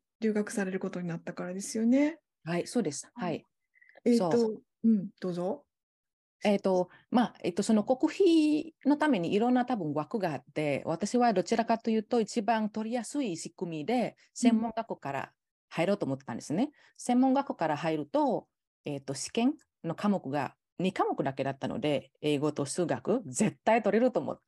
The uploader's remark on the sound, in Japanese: 収録場所： オンライン (Zoom)